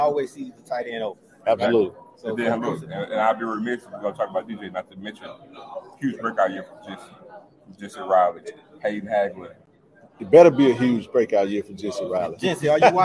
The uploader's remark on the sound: Live from SWAC Media Day